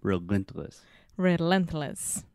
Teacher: the stress is on the middle syllable, relentless